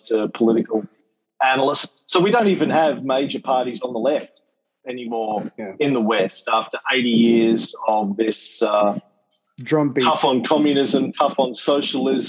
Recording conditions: video call